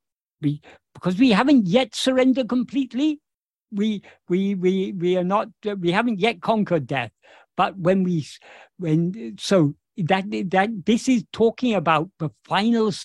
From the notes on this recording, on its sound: In a Zoom meeting with the Ramana Maharshi Foundation UK on 29th April 2023